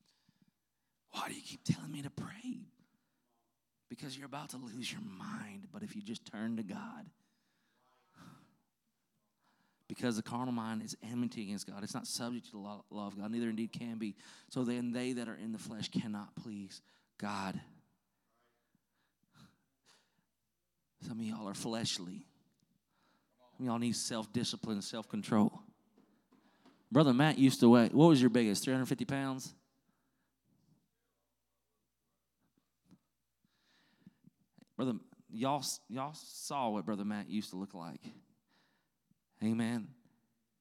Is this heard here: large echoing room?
yes